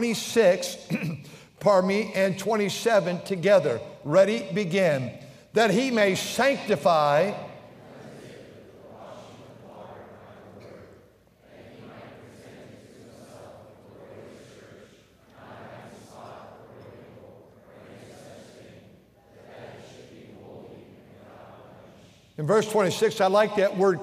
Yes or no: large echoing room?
yes